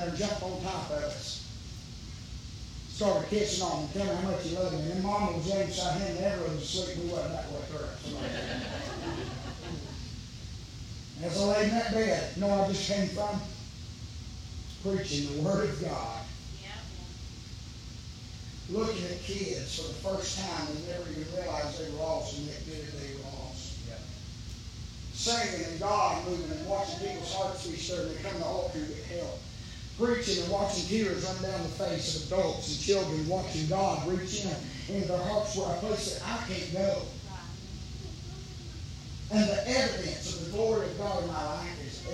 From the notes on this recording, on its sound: Live from Still Water Baptist Church on 4/19/23. Preaching live from Still Water Baptist Church.